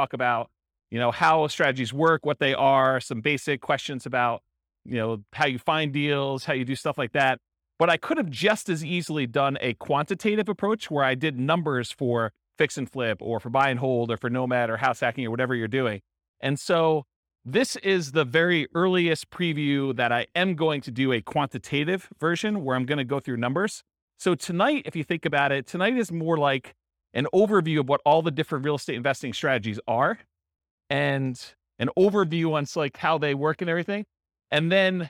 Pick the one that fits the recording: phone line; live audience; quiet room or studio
live audience